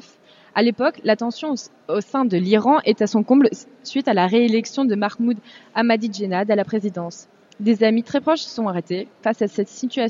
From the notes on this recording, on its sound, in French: emission en direct du Memorial de Caen pour les rencontres du dessin de presse